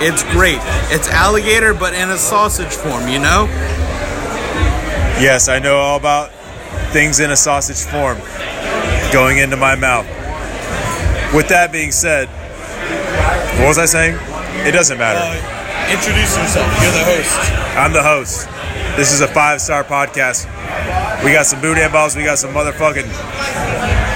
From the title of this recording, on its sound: Live from Bourbon Street